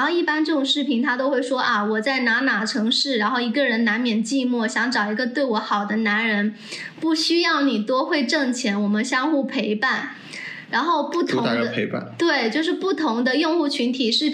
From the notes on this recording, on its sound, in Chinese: 这一期音频收音问题比较大，我后期调了很久还是没办法处理好